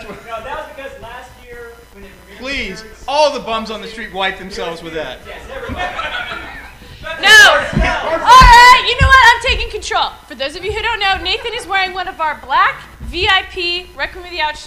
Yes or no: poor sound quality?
yes